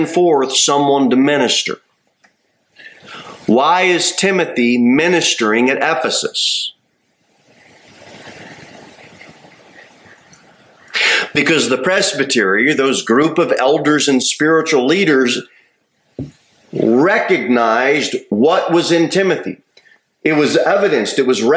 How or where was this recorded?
large echoing room